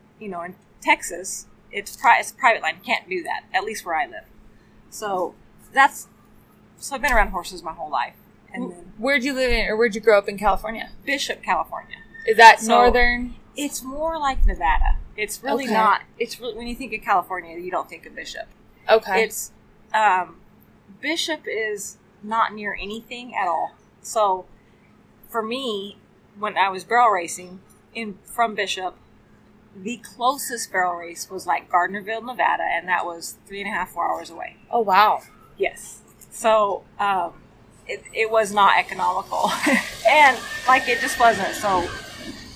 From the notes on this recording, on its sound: We were grateful to have the opportunity to sit down with her at the Pink Buckle. You will hear some background sound but we had the opportunity to sit down outside of her stalls and enjoy the weather.